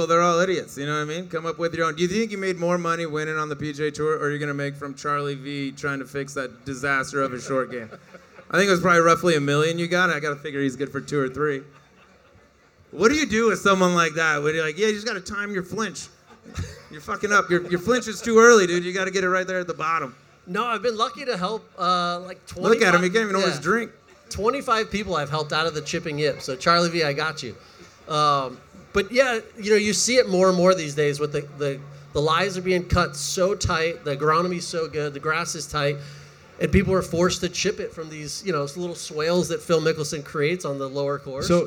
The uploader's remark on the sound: Live from GOLF's Top 100 Teachers Retreat in Scottsdale, AZ.